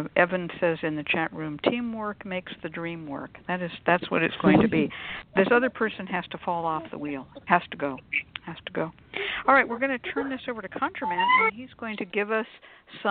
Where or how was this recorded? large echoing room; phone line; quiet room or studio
phone line